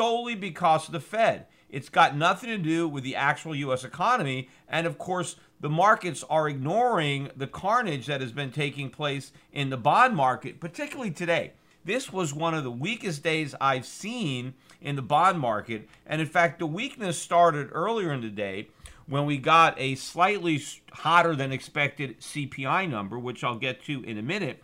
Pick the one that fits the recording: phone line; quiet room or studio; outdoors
quiet room or studio